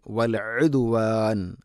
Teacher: വൽ ഉദുവാൻ തൊണ്ടയുടെ മധ്യഭാഗമാണ് ഐന്